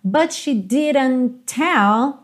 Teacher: Então, but she didn't tell, claro que o T do didn't vai juntar com o T do tell